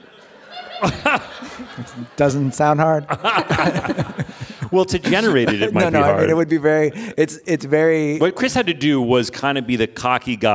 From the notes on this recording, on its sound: on stage at NYC Podfest